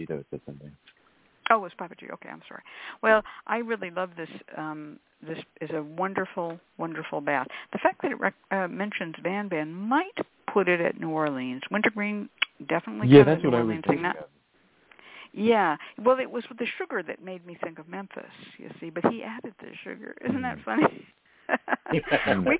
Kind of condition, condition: link, phone line